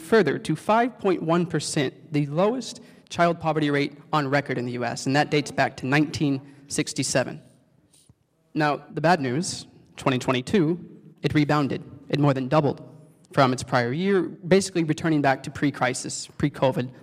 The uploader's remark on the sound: panel event in conjunction with the CUNY Graduate Center